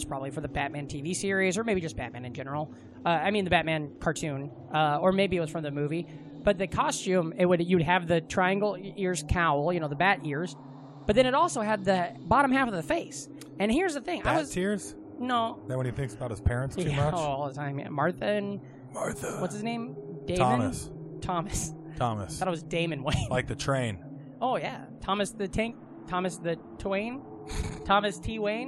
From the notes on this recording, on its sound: We also recorded the whole episode in a cemetery by a spooky house